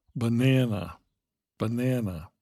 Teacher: The stress, the accent, is on the second syllable.